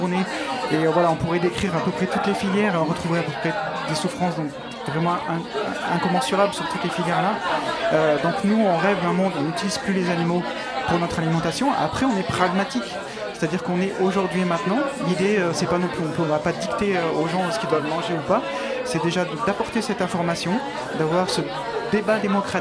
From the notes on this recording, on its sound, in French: en direct depuis le Barbier de Bastille